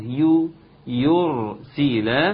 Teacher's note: يرسل عاوزين الراء المفخمة والياء المرققة